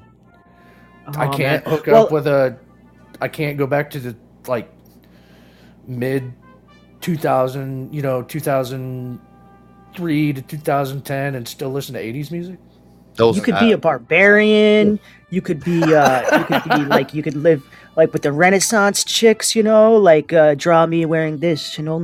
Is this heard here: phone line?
no